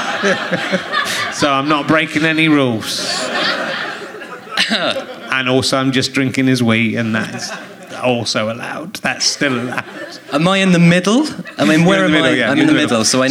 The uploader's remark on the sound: Leicester Square Theatre Podcast